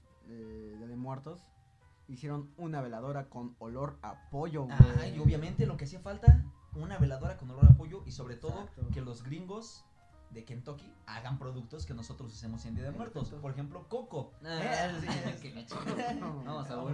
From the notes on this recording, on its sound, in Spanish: No hemos dejado de notar que nuestro audio sufre unos cuantos errores, estamos trabajando para corregir eso.